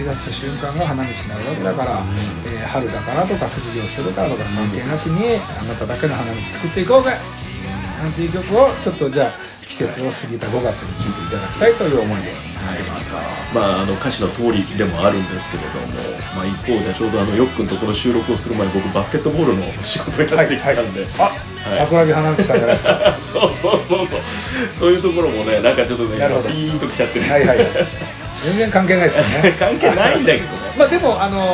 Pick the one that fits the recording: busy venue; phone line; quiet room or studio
busy venue